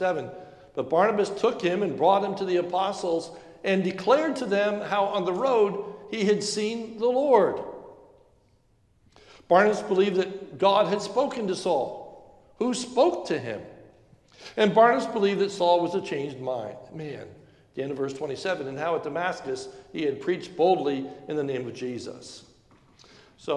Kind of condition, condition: setting, large echoing room